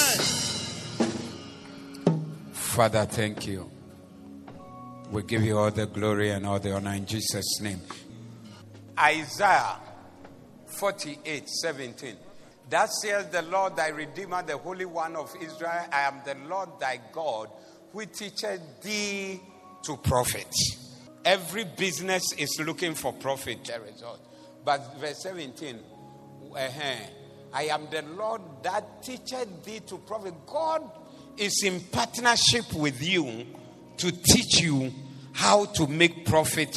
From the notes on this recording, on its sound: Preached at the Doxa Service.